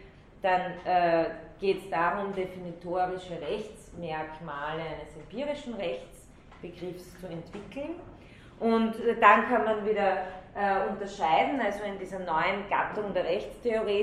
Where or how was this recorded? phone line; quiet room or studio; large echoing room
large echoing room